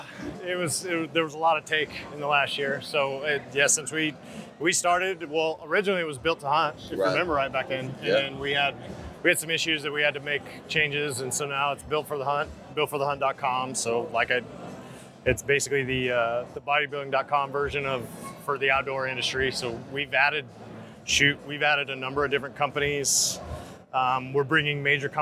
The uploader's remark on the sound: Live From Hunt Expo 2020. Next in the Hunt Expo live episodes from the Initial Ascent Mountain Dude table.